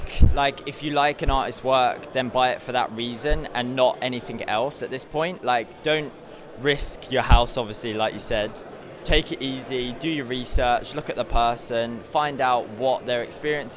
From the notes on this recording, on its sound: Live at NFT London.